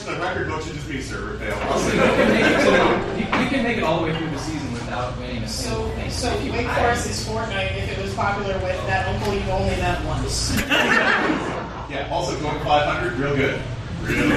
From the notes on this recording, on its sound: Live! In Charlotte. A hearty thank you to all the wonderful people who came out to our live show in Charlotte. Did this tick off one person in attendance to the point where he almost kind of sort of tried to take over the show?